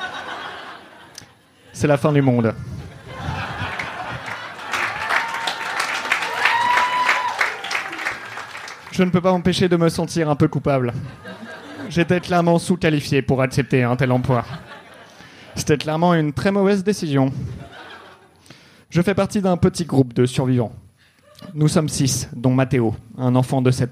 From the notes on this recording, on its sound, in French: Les épisodes sont désormais enregistrés en public, tous les jeudis au One More Joke.